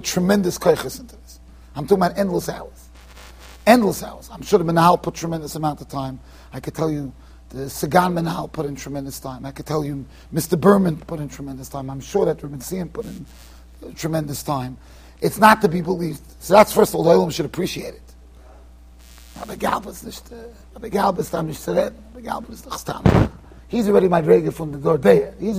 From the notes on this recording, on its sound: Shiur recorded in Yeshivas Ohr Reuven, Monsey NY.